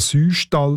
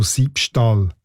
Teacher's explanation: dass das «Ü» im Süßstall zu einem «I» entrundet worden ist, bevor in der Alltagssprache «Sü» zu «Säu» diphthongiert worden ist.